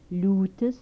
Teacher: Alveolar lateral with palatalization.